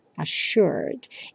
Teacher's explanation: esses dois S's do assured vão ter um som de X